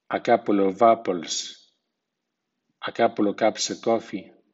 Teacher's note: el sonido V de OF se pierde delante de consonante y se mantiene delante de vocal